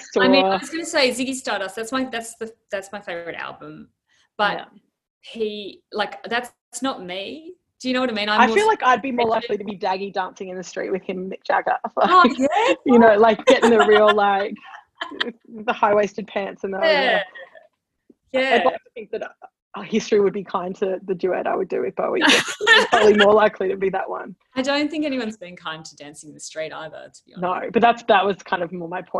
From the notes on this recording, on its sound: This is a live recording of an online event hosted via Zoom during the Covid-19 crisis.